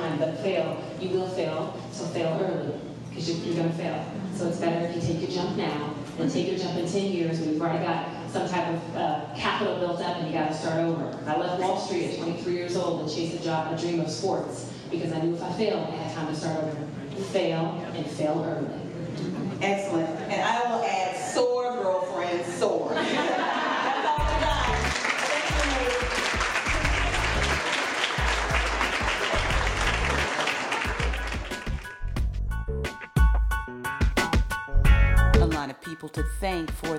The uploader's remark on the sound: Complete with an enthusiastic LIVE audience from the Lincoln Experience at The Star at Dallas Cowboys World Headquarters.